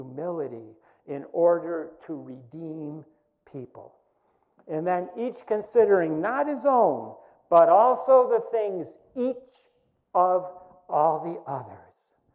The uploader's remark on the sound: First Congregational Church of Clinton, MA -- Sermon -- July 5, 2020